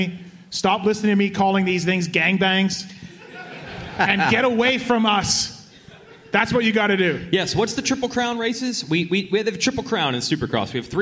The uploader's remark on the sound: Pulpmx/Racer X LIVE Podcast Show from Segerstrom Center for the Arts in Costa Mesa. We did it again, the second ever Live Pulpmx/Racer X podcast show from Segerstrom Center for the Arts in the OC.